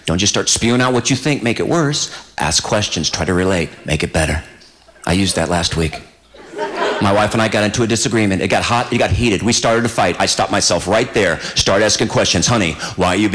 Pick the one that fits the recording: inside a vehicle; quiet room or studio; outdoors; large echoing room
large echoing room